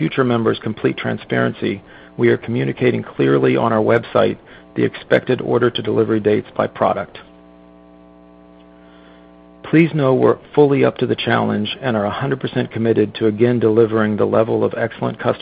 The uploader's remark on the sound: Q3 2020 Results Earnings Conference Call